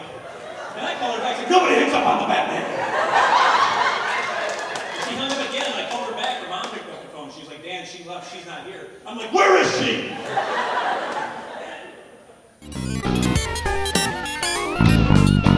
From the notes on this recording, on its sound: Nyancon 2016 Street Interviews. The Action Comedy Nerd Show live show appeared at Nyancon 2016 in Kirtland, Oh.